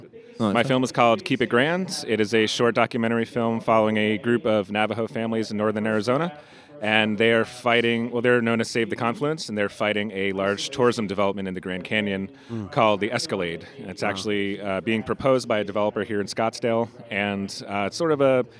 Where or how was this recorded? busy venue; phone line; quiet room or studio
busy venue